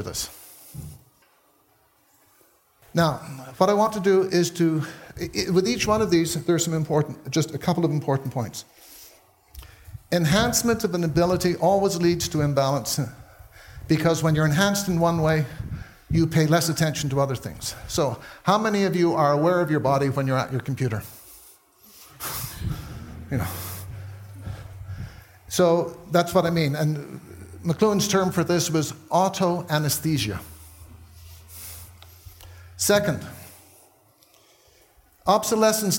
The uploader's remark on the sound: taken from the Buddhist Geeks Conference in 2012